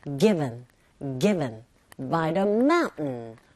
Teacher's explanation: 첫 번째 에 이 부분에 강세 정확하게 주시고 기분 할 때 윗입술과 아랫입술이 붙었다 떨어지는 게 아니라 V 사운드인지는 살짝 긁어주셔야 되겠죠